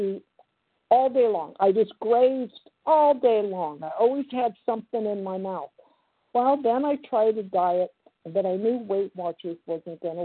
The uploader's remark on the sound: 100 Pounders Phone Meeting